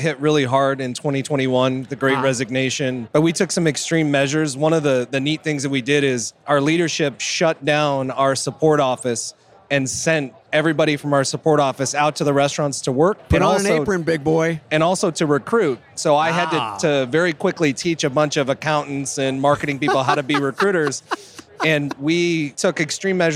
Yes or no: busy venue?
yes